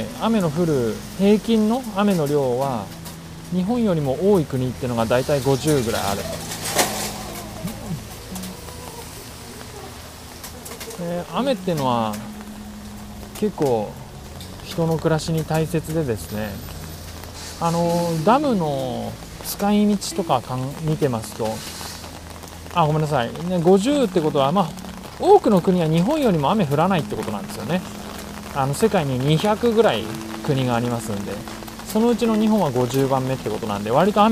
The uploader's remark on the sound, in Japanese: 雨の中の録音。新しいマイクで雨の中録音してみました。